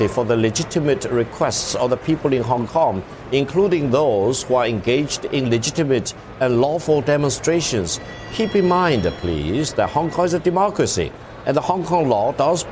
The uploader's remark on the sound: live from the New York Stock Exchange